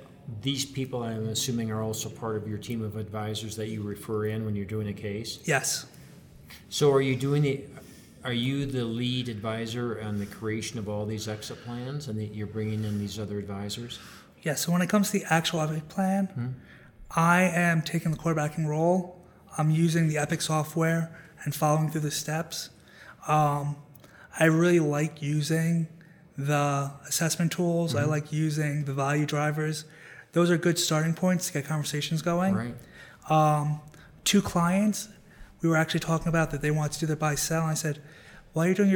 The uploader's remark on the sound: at the 2019 BEI National Conference